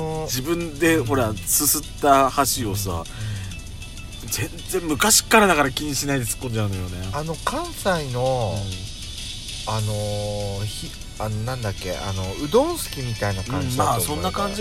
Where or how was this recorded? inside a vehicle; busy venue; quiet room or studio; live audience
inside a vehicle